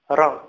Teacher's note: حصل لي تكرار را، وإن كان قليلا را، لأن تركت اللسان يلعب